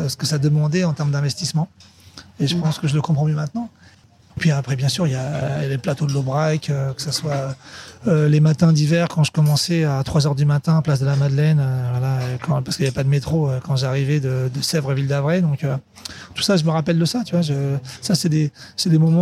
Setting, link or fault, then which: setting, busy venue